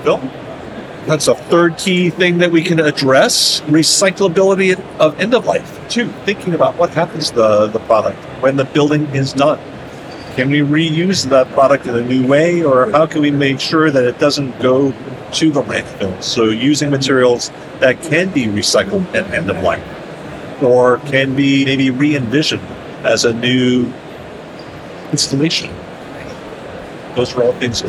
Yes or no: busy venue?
yes